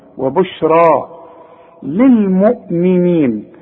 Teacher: وبشرى عند الياء بتتحول إلى ألف عند النطق، وبشرى تكتب بالياء، وبشرى للمؤمنين.